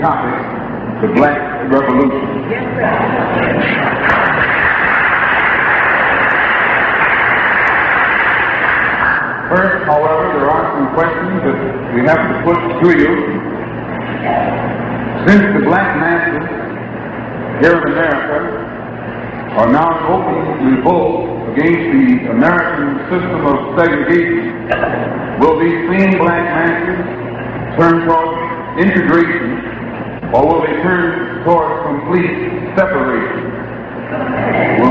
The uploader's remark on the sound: Abyssinian Baptist Church June 12 1963